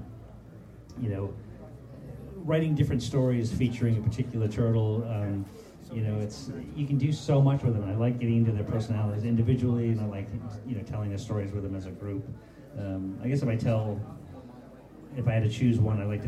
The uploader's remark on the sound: moderated a Q and A panel at Tracy Comic Show